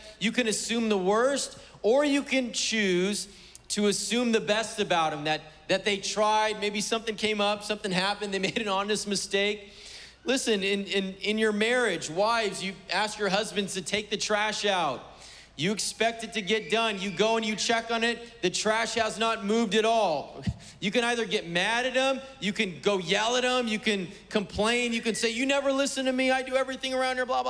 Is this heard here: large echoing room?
yes